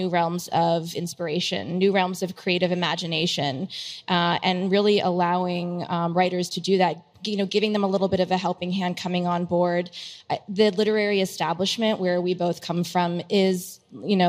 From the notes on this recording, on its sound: during a panel at The Gateway: A Web3 Metropolis